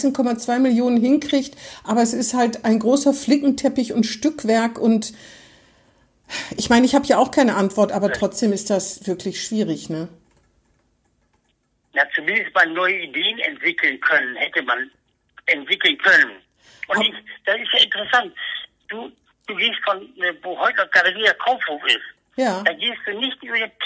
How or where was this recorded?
phone line